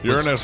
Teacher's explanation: Put stress on the first syllable for Uranus.